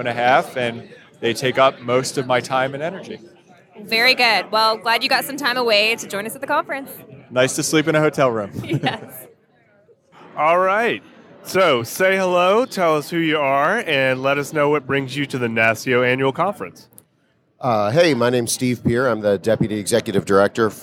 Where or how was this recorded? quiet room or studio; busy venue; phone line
busy venue